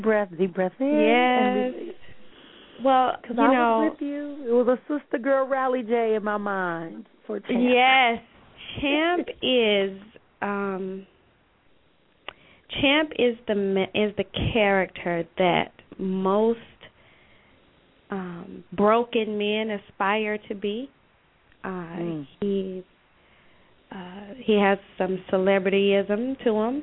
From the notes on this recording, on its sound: callers may call in with questions